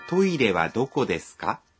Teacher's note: Saat kita mengajukan pertanyaan dalam bahasa Jepang, kita biasanya menambahkan ka di akhir kalimat dan mengucapkan kalimatnya dengan intonasi yang menanjak